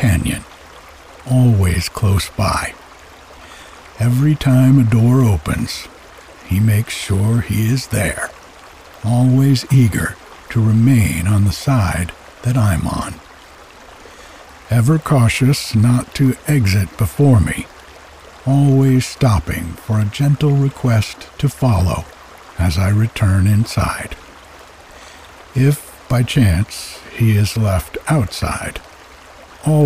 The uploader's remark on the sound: We’ll share the peace and quiet of a typical autumn morning here on the mountain with the sound of the creek in the background.